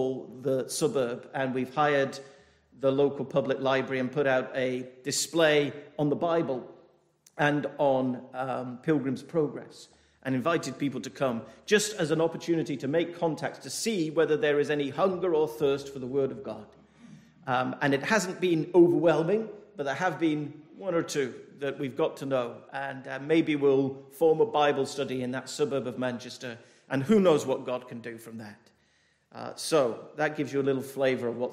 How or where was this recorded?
large echoing room